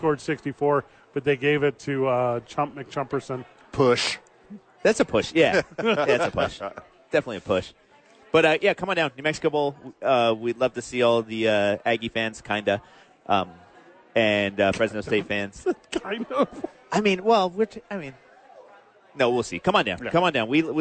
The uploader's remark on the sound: live at Sadies